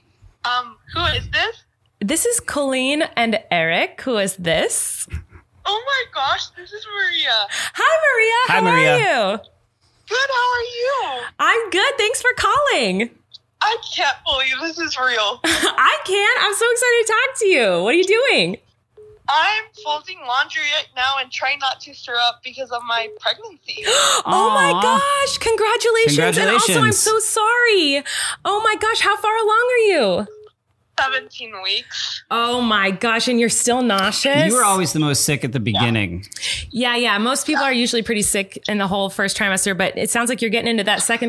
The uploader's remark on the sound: Answering Listener Phone Calls!